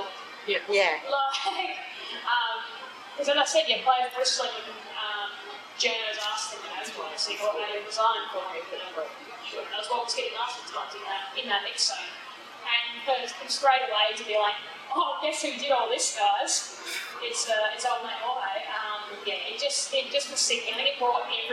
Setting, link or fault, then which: fault, poor sound quality